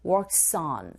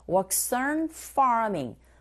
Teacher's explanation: Whole family works as 자음의 소리로 끝났죠. On의 모음의 소리로 시작이 됐으니까 연결시켜서 발음하게 되면 연음현상이 일어나죠. There's a liaison.